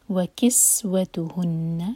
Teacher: سین پر سیٹی کی آواز کے ساتھ